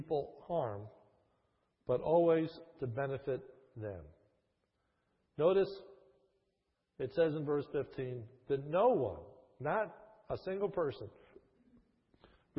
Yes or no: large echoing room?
yes